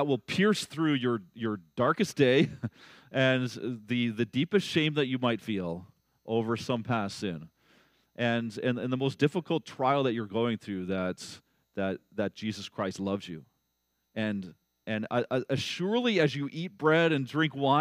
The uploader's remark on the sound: at Blessings Christian Church in Hamilton, Ontario.